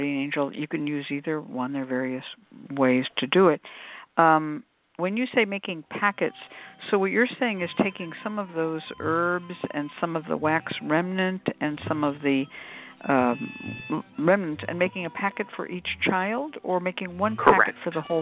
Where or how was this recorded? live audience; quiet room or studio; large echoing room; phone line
phone line